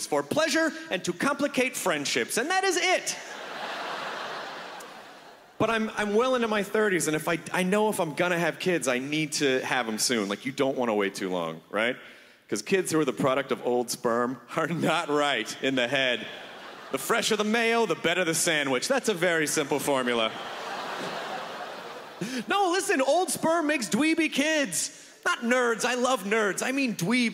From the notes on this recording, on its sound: brings his nerdy self-depricating style to the 2011 Just for Laughs Festival in Montreal